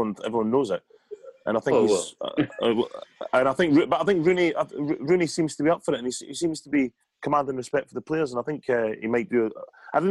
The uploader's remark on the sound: as they chat over zoom